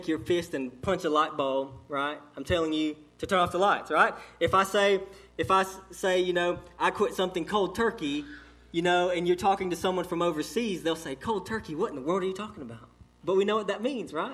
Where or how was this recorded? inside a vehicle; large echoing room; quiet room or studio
large echoing room